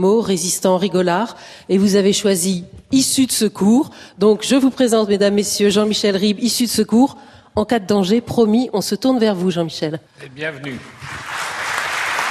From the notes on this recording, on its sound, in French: Émission enregistrée en public à Beaubourg.